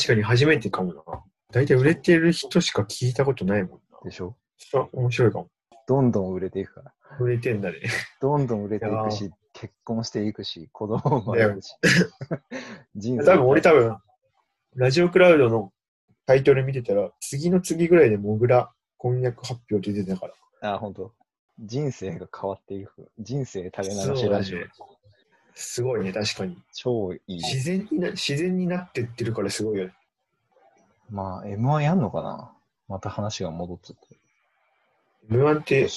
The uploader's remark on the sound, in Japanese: リモート録音なので音質はそこまでよくありません。